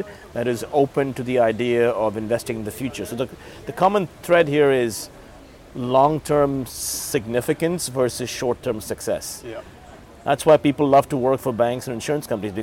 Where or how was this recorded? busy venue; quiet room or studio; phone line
busy venue